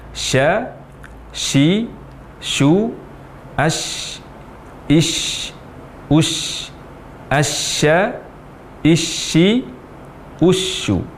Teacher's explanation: Huruf shin kita ucapkan dengan menekan tengah lidah kita ke langit-langit. Jadi sya. Sya disertai dengan menyebarnya angin dari dalam mulut dan membentur permukaan dalam dari gigi-gigi depan kita.